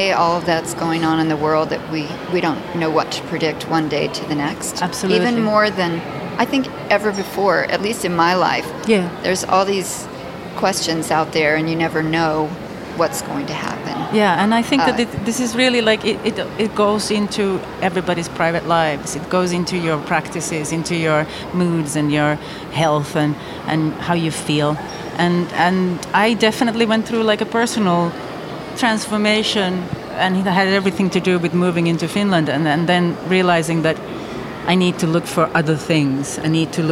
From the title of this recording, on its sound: Live from São Paulo Biennial